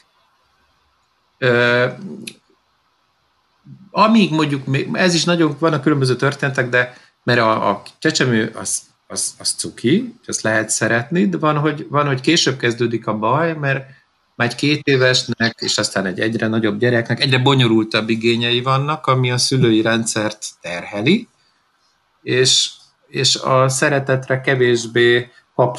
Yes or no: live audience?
no